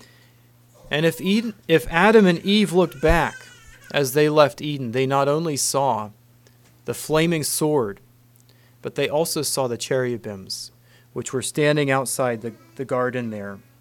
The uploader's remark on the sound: Message preached at Word of Hope